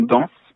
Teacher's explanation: Et donc ça se prononce c'est la nasalisation de la consonne, c'est-à-dire on prononce pas N mais en.